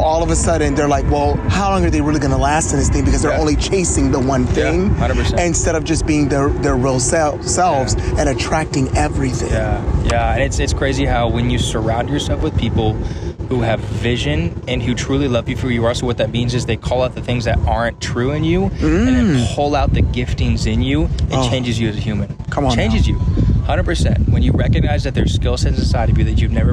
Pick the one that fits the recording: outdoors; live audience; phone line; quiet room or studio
outdoors